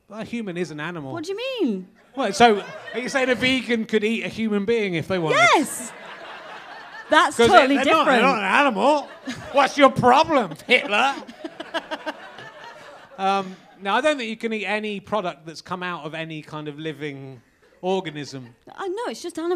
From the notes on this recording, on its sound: RHLSTP comes to the Great Yorkshire Fringe. The York audience have fun trying to name different kinds of cupboard and being insulted.